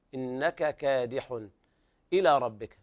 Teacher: كادح إلى ربك إظهار حلقي لوقوع الهمزة بعد التنوين